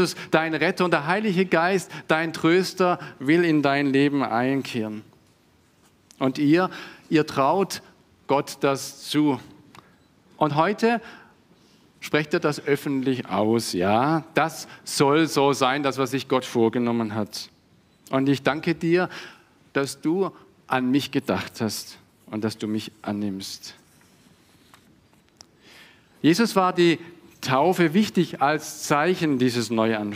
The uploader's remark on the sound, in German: Konfirmationsgottesdienst